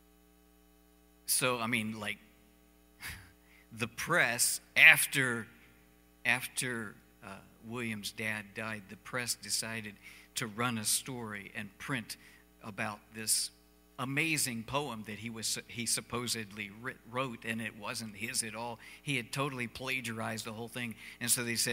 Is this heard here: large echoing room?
yes